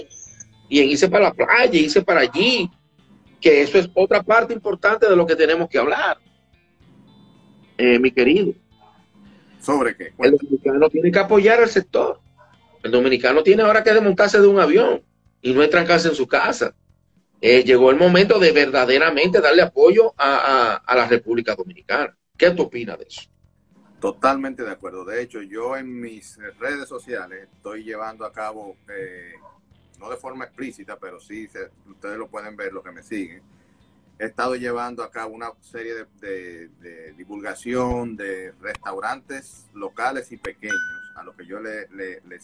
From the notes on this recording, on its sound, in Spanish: Decidí convertir la entrevista en un Podcast.